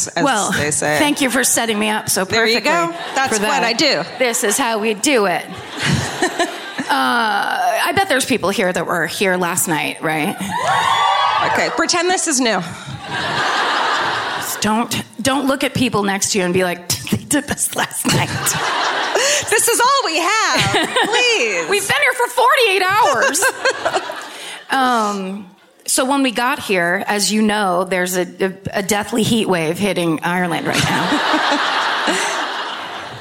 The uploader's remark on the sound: Live at Vicar Street in Dublin